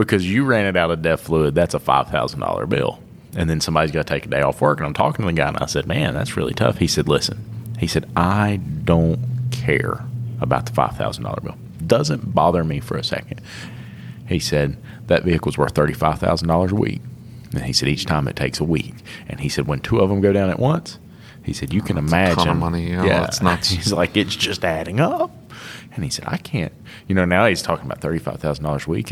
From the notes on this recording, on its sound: recorded live from ETI ToolTech 2021 in Austin Texas